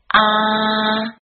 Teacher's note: 张大嘴巴，舌身往后缩，舌尖远离下齿，这是一个长元音。啊，发音的时候要稍长一些，记住末尾要卷舌。R，接下来是 you，y 的发音耶，有点像汉语里的耶，但是又很短促，这是个